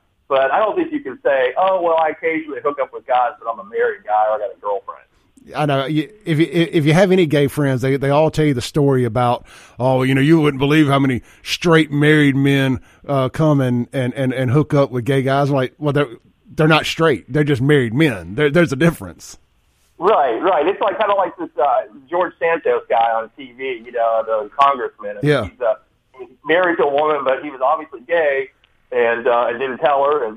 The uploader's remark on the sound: It was a really entertaining phone call